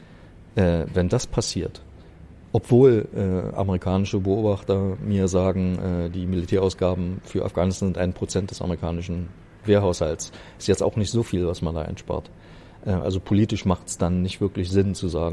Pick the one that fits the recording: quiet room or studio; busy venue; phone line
busy venue